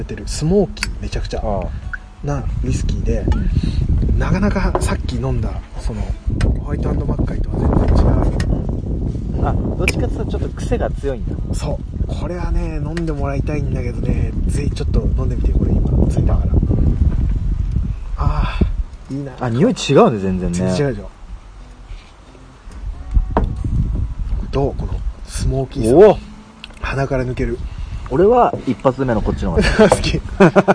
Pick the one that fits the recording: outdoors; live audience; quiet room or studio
outdoors